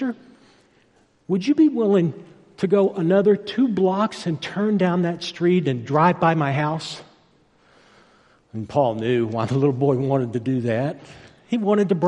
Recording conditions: large echoing room